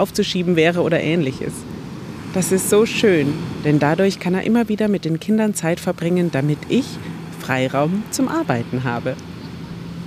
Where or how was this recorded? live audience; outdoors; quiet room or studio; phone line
outdoors